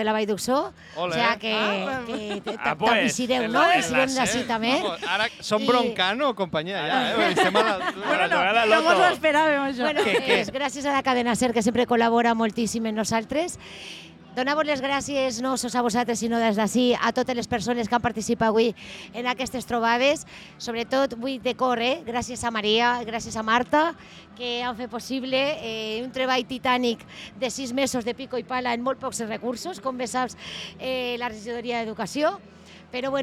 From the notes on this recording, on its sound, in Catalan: Directe a la Vall d’Uixó.